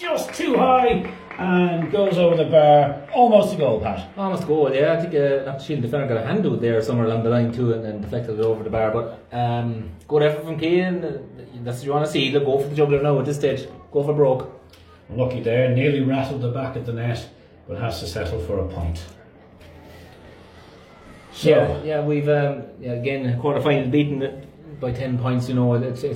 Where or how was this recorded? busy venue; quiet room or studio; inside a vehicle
busy venue